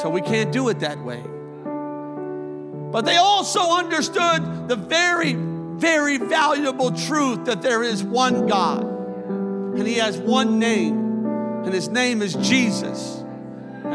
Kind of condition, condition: setting, large echoing room